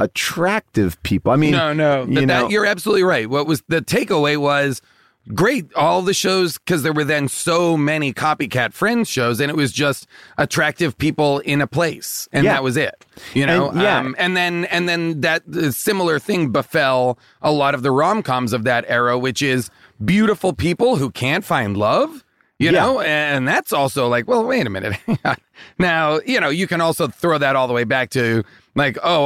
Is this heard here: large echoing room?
no